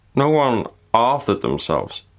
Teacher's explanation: He's not kind of overemphasizing anything. He's sitting on his voice, and you can hear that because it slips into the pulse register. And he's not really going and using his voice fully.